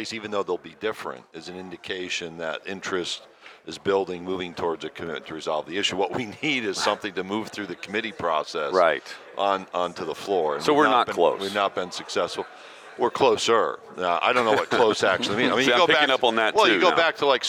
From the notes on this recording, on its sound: Joins us live from SEC Media Days.